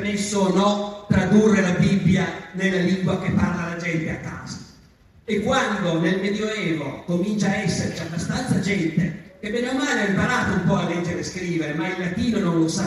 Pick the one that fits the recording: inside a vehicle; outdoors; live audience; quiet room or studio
live audience